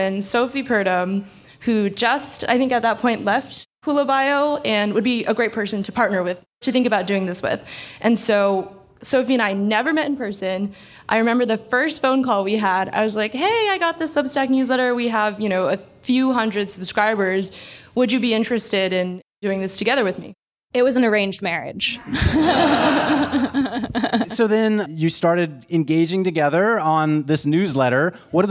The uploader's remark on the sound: Live from New York Climate Week with CTVC. We kicked off New York Climate Week with a live podcast recording. To our hosts at P&T Knitwear for lending their beautiful space in the Lower East Side.